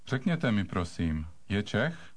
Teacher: Did you make the rising question intonation at the end?